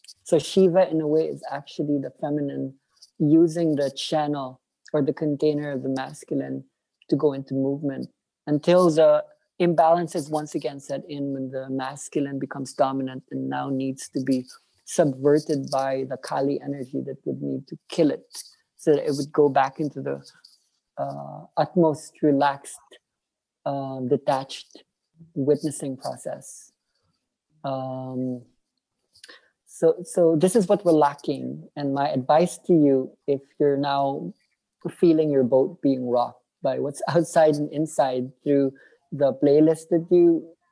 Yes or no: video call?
yes